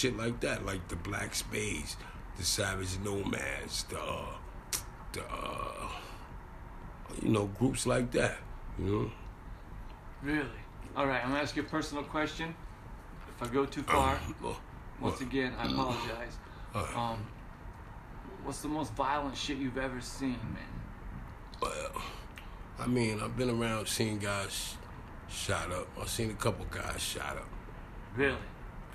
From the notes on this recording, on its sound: This is a recording that I took from a gentleman I met on Christmas Eve of 2018. Right outside the liquor store -We were both stumblin, lonely and just started chatting on the mean streets of Harlem.